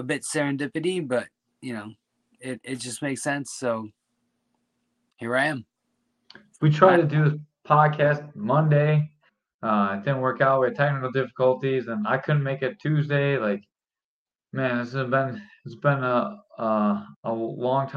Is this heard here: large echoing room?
no